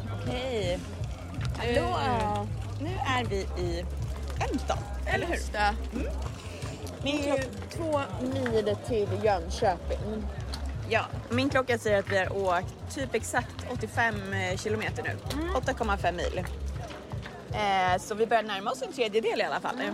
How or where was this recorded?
inside a vehicle